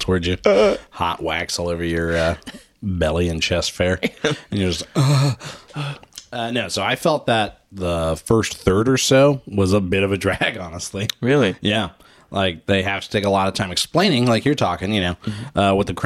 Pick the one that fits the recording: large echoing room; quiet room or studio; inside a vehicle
quiet room or studio